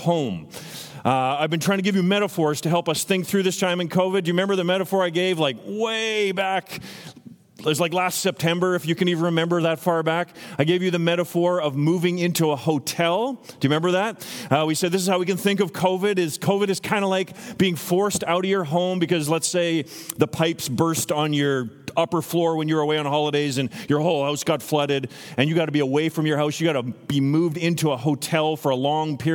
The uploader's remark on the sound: Over the phone.